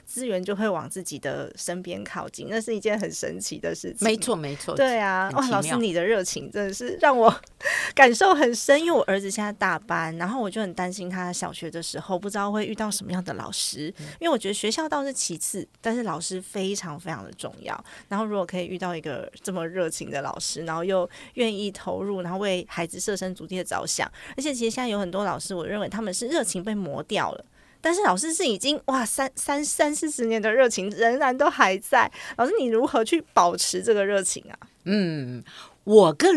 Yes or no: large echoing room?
no